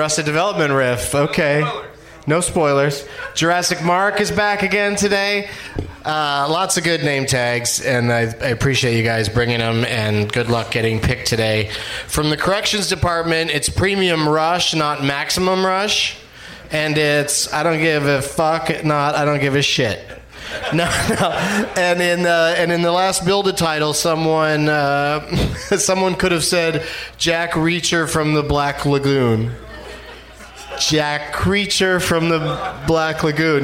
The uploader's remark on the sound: Live from Zanies Comedy Club in Nashville